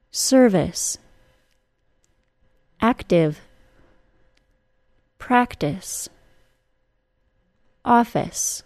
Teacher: two-syllable words that have the I consonant E spelling on an unstressed syllable, causing the vowel sound to be reduced to I · Term: reduced vowel sound